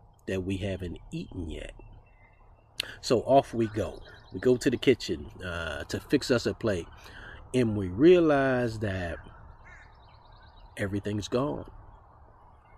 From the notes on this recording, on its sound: With the sounds of spring in the background